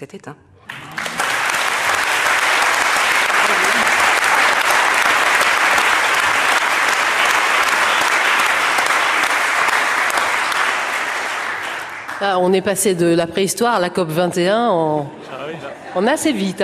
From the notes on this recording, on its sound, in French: Enregistrée en public à Beaubourg.